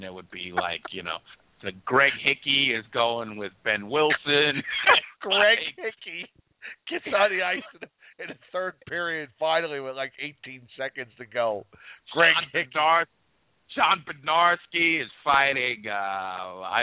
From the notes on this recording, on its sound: We take your calls, and there is a live interactive chat that takes place throughout the broadcast.